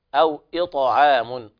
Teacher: الطاء تفخم وكذلك حكمها القلقلة